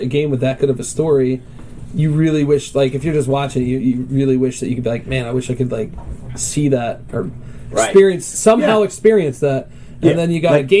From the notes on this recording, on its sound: live from the Game N' DVD Exchange